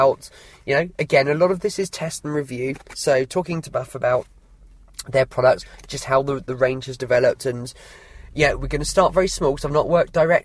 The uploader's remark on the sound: Outdoor Trade Show 2016. I’m on location, in my hammock.